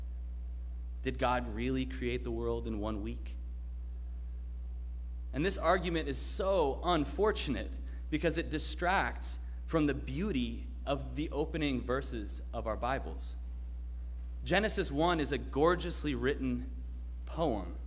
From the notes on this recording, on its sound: Sermon preached at RCHP on January 2, 2022.